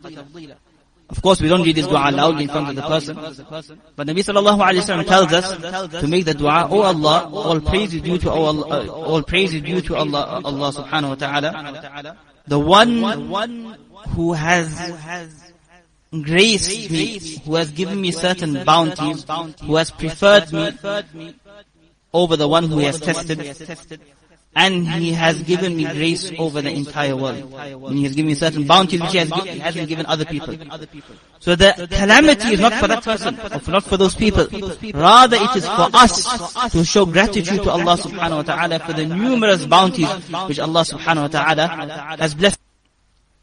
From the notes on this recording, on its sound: Jumuah lecture